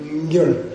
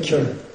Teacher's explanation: There's a little ng sound before it. · Shown in: first take